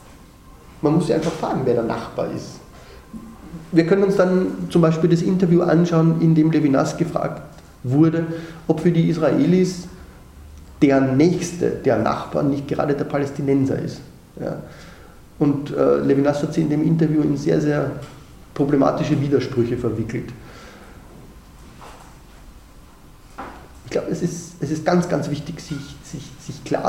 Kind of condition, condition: setting, large echoing room